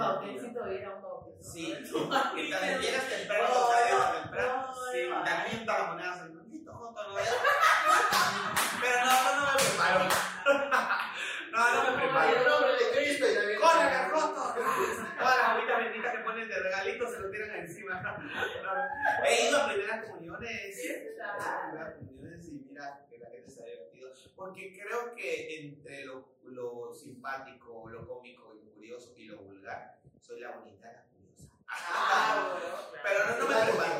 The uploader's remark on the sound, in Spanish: el audio nos quiso hacer la gatada